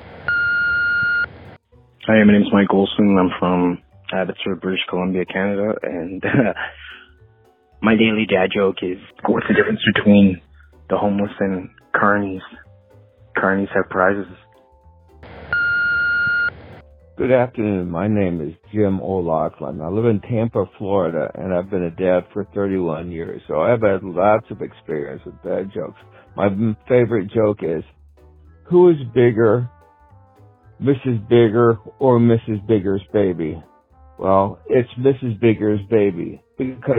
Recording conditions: phone line